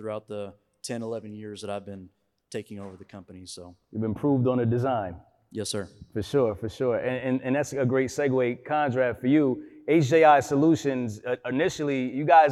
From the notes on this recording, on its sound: Audio/Video Captured at the Event by Encore. Live on location in Houston, TX at second annual Truck N' Hustle FreightFest.